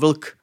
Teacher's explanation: L je jasne slabikotvorné a je to len jedna slabika, napriek tomu, že sú to tri spoluhlásky.